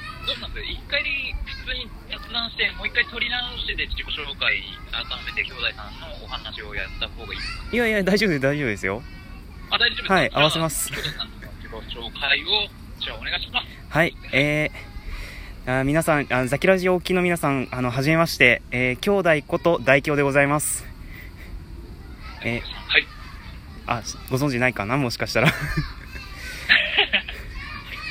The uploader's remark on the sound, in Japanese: とある方と電話してみた。相手の方はラジオトーカーさんで、収録中だったみたいなのですが。(お相手の方も収録しているという…(笑))。電話コラボ。